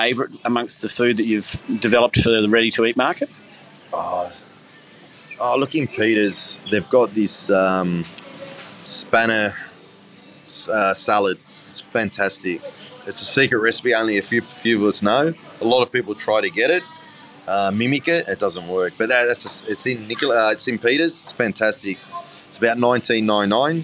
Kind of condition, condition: setting, busy venue